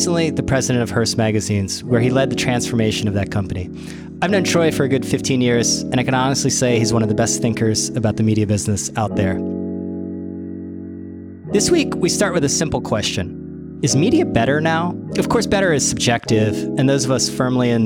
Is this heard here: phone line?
no